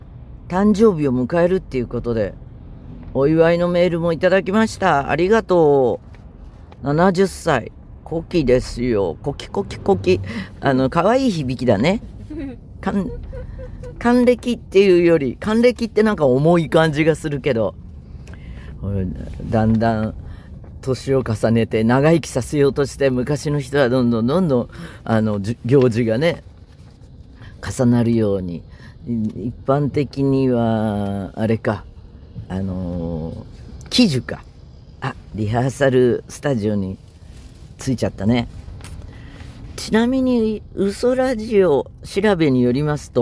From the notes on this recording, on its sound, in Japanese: 移動の車の中で喋っていたら、あっというまに現場に到着。